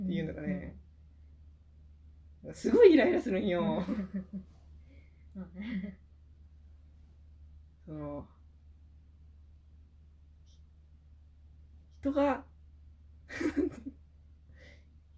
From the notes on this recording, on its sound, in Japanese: 音質がかなり悪いです。